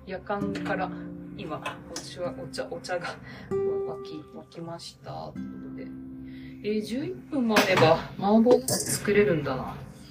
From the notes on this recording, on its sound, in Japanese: 本日は初めて料理をしながらのラジオ収録を行いました。